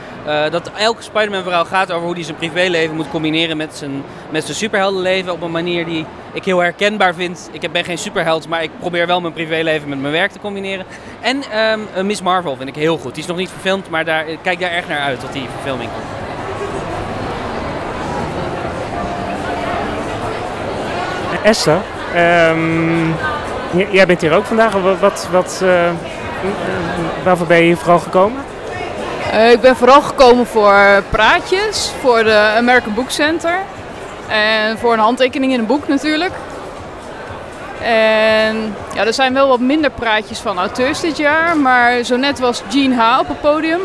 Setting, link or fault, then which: setting, busy venue